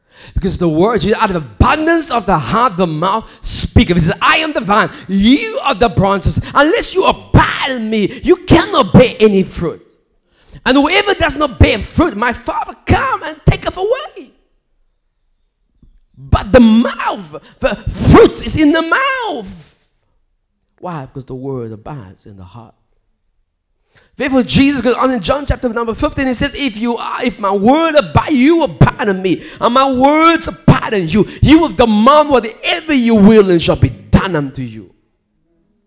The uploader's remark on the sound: recorded during a live service in October 2019